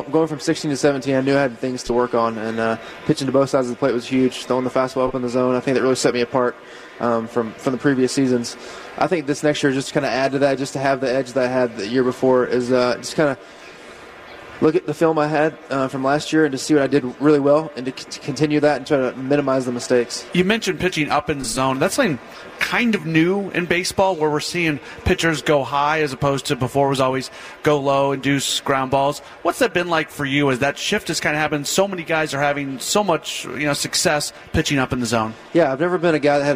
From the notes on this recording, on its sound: live from Brewers On Deck